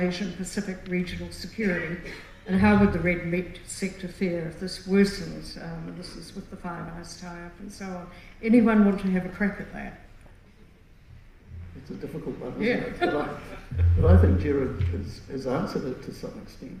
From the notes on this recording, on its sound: 2023 Red Meat Sector Conference Panel discussion. In this panel discussion from the 2023 Red Meat Sector Conference.